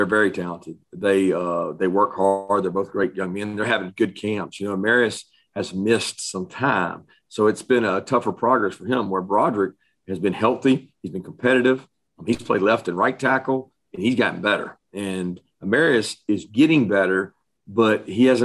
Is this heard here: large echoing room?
no